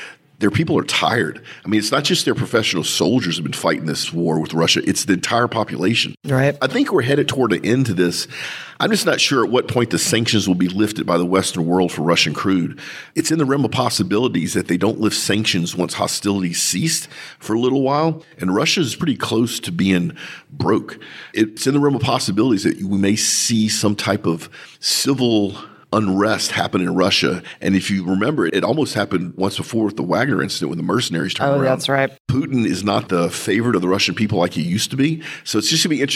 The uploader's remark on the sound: Record live from the Innio Waukesha Sales Meeting.